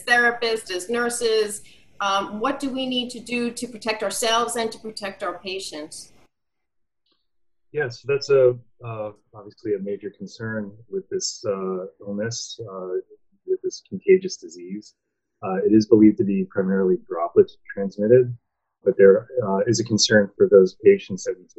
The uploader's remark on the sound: Please excuse any issues with sound.